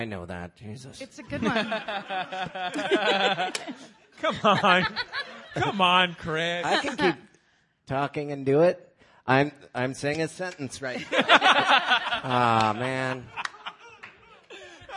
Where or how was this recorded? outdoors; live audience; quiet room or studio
live audience